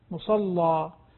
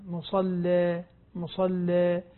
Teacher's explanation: إذا فتح الألف فيغلظ اللام مصلى، وإذا قلل الألف لا يغلظ اللام مصلى مصلى، عند لأنه فيها وجهان، هذه الألف الياء فيها وجهان عند ورش، تغليظ الفتح والتقليل، فإذا قلل لا يغلظ اللام، وإذا فتح الألف فتح الألف فإن عنده تغليظ اللام عندئذ.